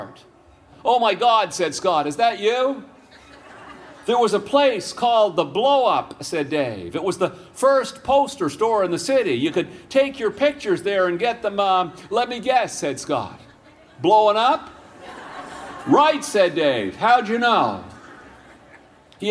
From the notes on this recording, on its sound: The story The Lost Chords was recorded that day at Hillside Festival.